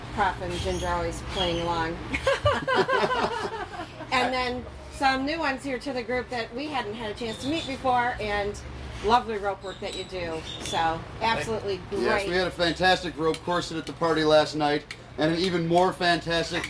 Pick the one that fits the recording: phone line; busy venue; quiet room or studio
busy venue